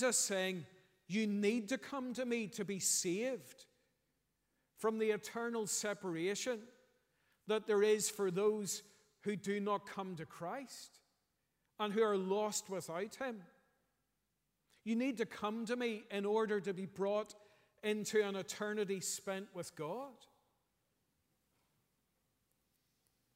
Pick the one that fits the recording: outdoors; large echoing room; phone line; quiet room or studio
large echoing room